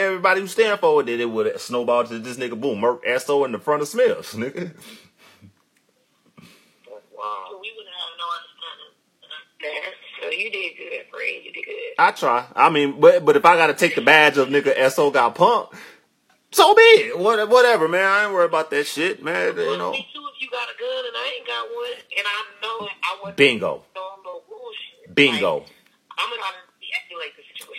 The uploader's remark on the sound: phone in episode